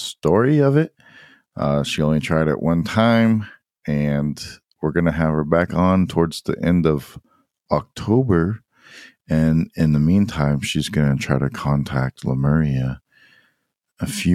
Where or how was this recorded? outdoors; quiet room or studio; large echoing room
quiet room or studio